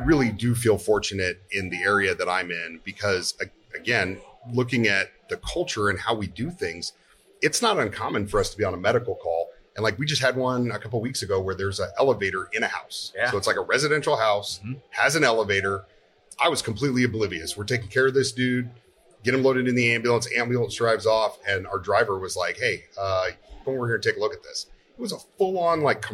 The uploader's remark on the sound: Live at FDIC